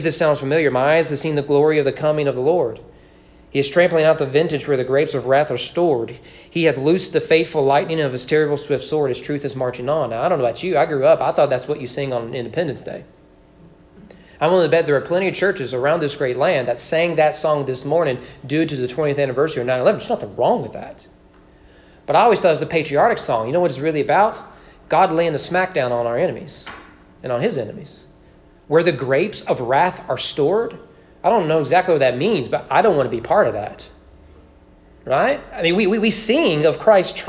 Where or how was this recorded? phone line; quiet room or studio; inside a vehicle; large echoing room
large echoing room